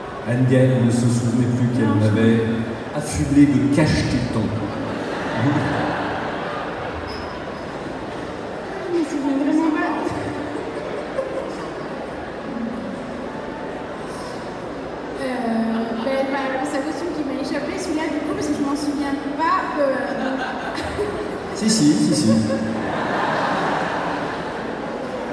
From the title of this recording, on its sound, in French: Conférence TGS 2016